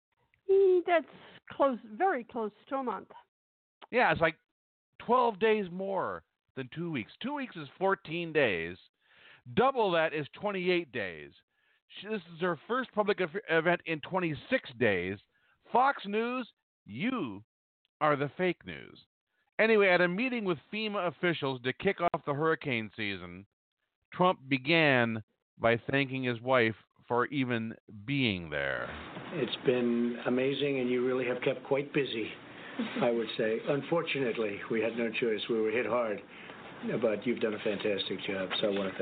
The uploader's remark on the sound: a telephone interview